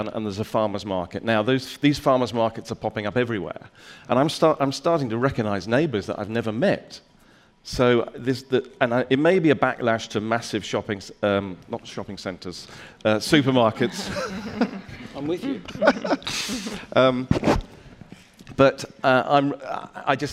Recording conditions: live audience